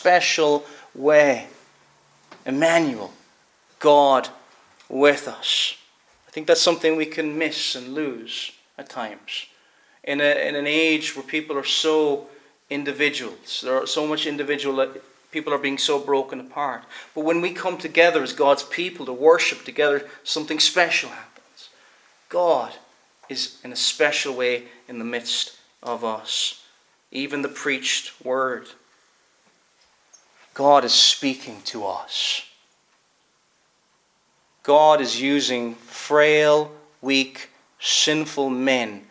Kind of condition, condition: setting, large echoing room